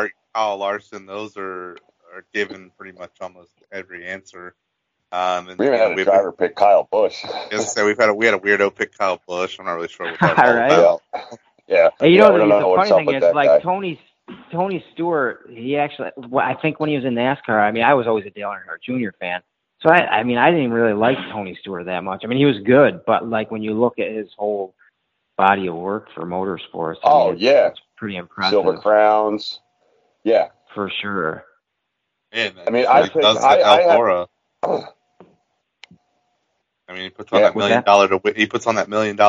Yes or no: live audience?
no